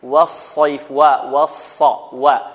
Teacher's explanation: إذن معنا واو في النطق، معنا واو وصاد في الرسم، واو ألف لام صاد، لكن في النطق واو وصاد. الصاد مفخمة والواو مرققة، ولا بد من المحافظة على ترقيق الواو